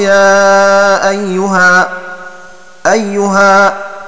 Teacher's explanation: وقف الكسائي وأبو عمرو على لفظ أيه بالألف على ما لفظ به فيه، وقالوا يا أيها الساحر بالزخرف وهي